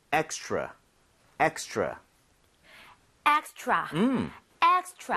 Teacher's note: 여러분들이 r 발음을 혀를 제대로 당겨서 하고 있다면 extra처럼 치읓 비슷하게 소리가 날 겁니다